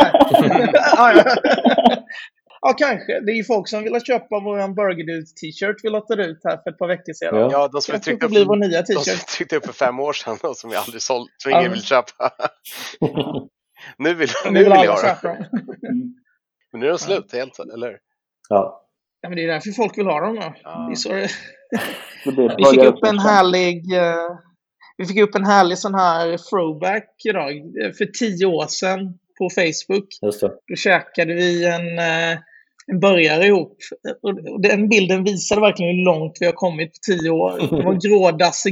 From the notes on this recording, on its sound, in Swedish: Vi spelar in kortare extrainsatta avsnitt på distans. Vi ber om ursäkt för den varierande ljudkvaliteten.